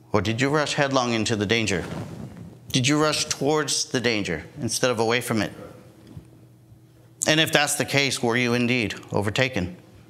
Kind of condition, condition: setting, large echoing room